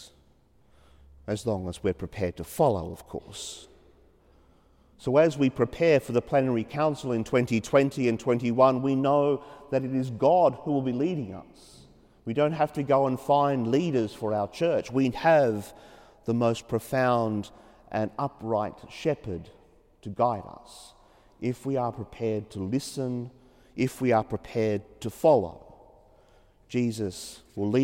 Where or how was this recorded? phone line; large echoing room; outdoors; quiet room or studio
large echoing room